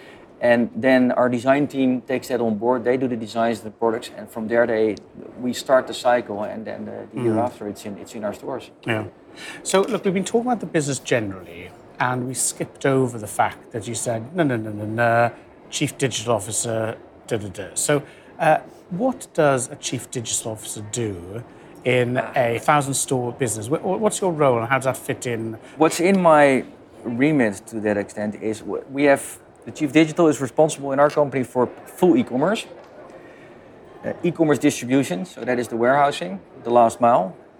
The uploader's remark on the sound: Recorded in New York at NRF 2023. Hunkemöller at NRF 2023. During an exceptionally busy NRF 2023 in January in New York.